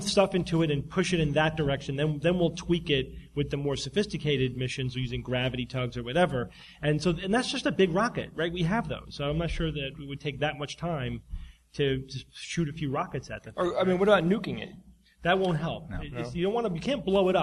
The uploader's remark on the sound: Live from NECSS 2014. Live Q&A.